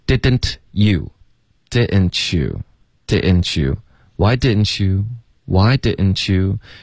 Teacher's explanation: 所以 didn't 会有一个喉音停顿，didn't，然后 didn't 的特连到 you 的时候呢，我们就发 you。Why didn't you?